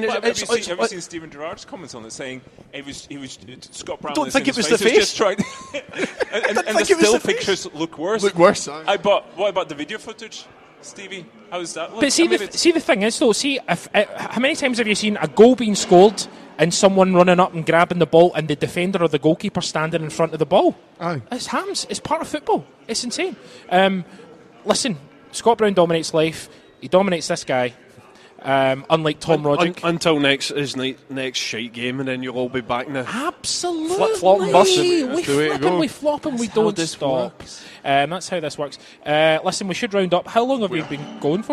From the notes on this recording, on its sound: Cynic Live Lunch. Another Cynic Live Video broadcasted from Platform at the Argyle Street Archers.